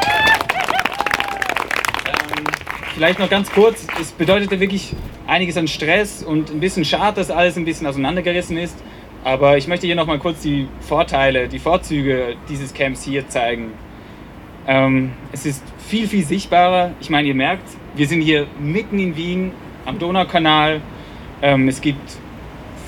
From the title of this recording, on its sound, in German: O-Ton] Eröffnung des Klima-Protest-Camps am 23. Mai 2021 am Donaukanal in Wien